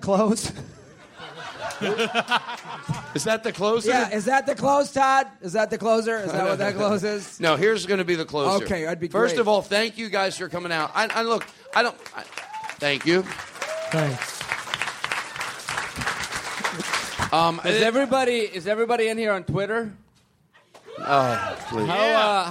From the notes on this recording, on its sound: Live at LA Podfest. LIVE from the LA podcast festival!